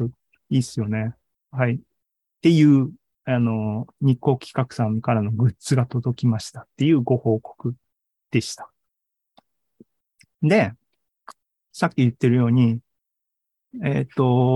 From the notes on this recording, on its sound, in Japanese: ZOOMライブの模様です